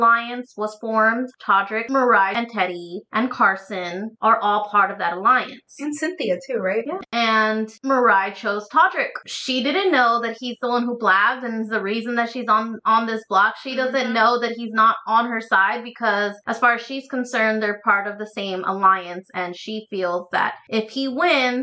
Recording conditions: poor sound quality